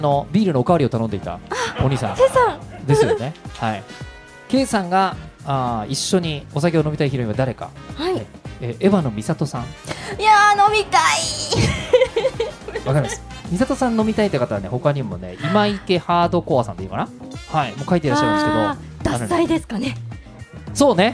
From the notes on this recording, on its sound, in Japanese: 実際にあるスナックをお借りして10月1日に公開収録を行っちゃいましたー！